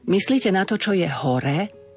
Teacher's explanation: Snažme sa to intonovať smerom nahor, aby bolo jasné, že veta pokračuje.